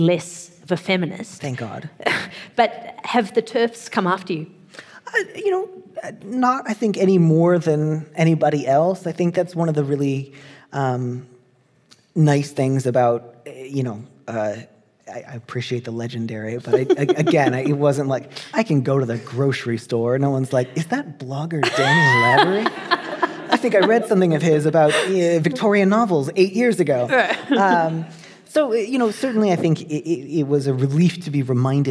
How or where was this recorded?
live audience